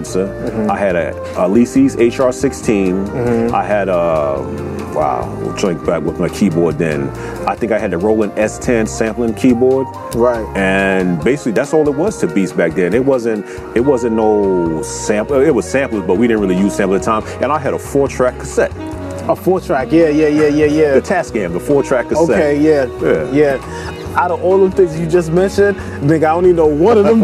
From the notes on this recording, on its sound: Todays show we are outside.